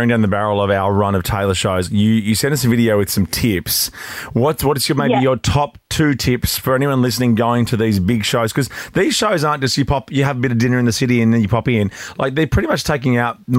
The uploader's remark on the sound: calls us up